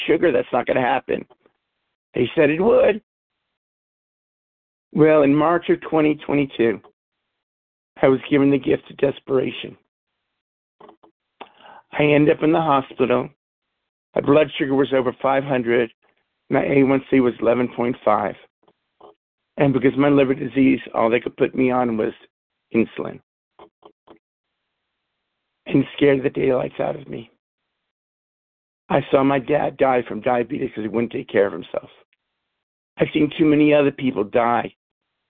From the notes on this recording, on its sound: from the 100 Pounders Phone Meeting, 10/7/23.